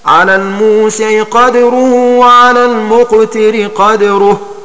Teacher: فتكون قراءة الباقين بإسكان الدال في الموضعين هكذا: على الموسع قدره وعلى المقتر قدره.